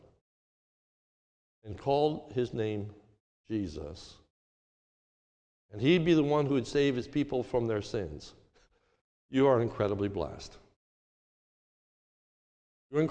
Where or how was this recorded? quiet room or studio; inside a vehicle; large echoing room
large echoing room